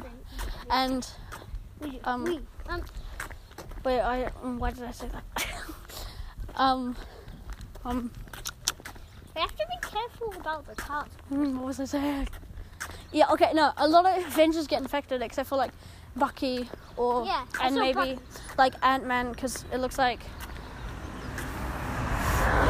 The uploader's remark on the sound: I Walk and Talk